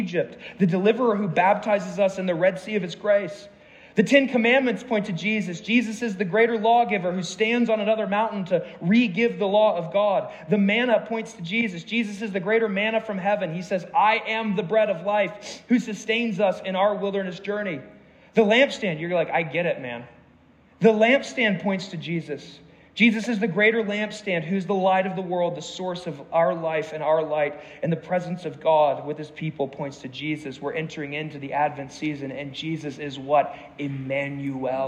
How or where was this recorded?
live audience